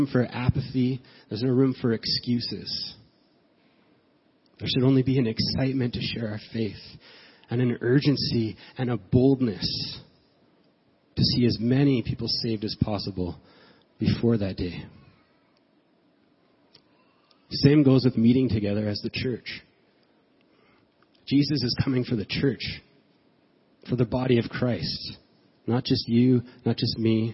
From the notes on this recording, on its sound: As we gather for the first service of 2017